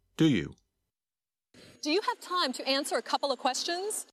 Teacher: You can still hear each of the three words, but the words do you sound like one word.